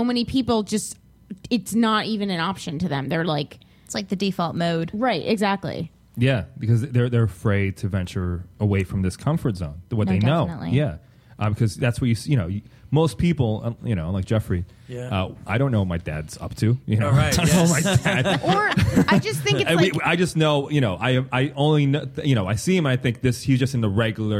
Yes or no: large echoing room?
no